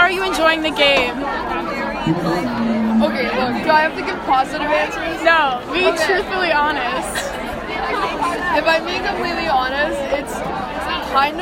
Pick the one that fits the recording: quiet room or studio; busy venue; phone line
busy venue